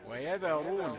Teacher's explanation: والذال من حروف الترقيق لكن الراء مفخمة